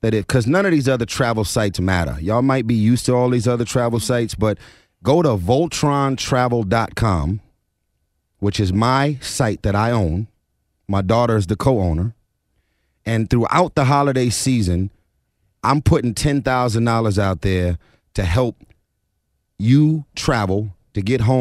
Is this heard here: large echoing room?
no